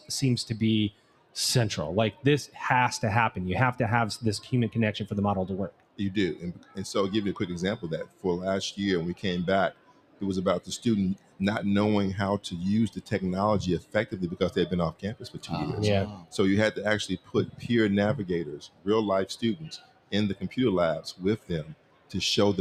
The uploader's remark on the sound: In this episode, recorded LIVE from the Anthology Together 2023 #AT23 Conference in Nashville, Tennessee!